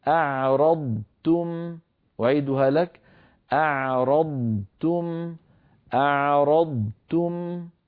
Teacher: ضاد ساكنة بدون أصوات زائدة ثم تاء · Term: الإظهار